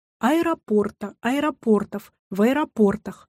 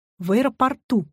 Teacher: Обратите внимание на слово «аэропорт». Ударение в нем везде неподвижно. · Shown in: first take